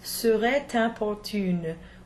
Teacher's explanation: In the fifth line, we have serait importune, where the T is also pronounced. This follows that same liaison rule, a verb connecting with an article or predicate adjective that follows it.